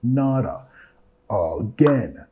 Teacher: vamos a vincular con la R suave de español.